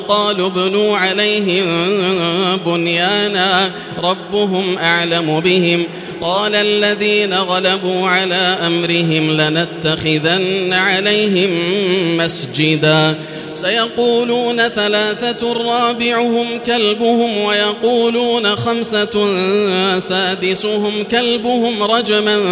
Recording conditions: large echoing room